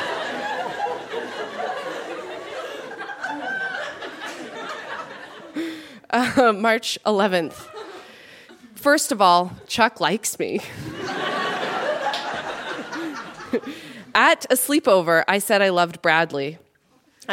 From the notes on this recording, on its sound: Recorded live at The Gladstone Theatre in Ottawa.